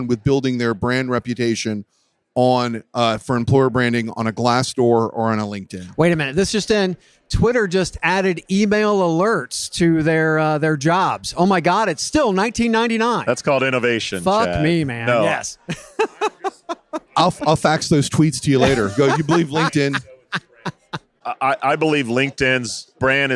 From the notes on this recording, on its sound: Live from TA Week in San Diego from the Qualifi booth.